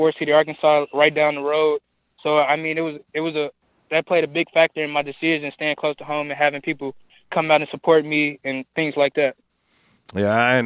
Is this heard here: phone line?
yes